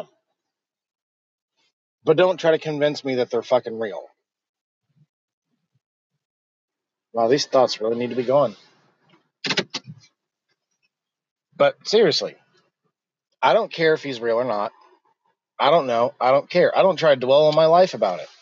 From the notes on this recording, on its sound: Just would like to share my thoughts while driving.